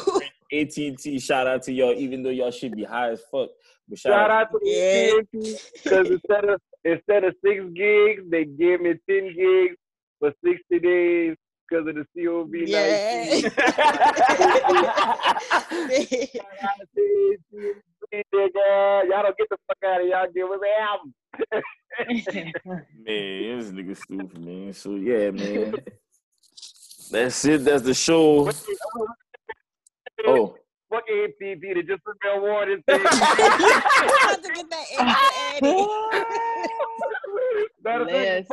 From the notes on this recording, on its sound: This is our first episode live on zoom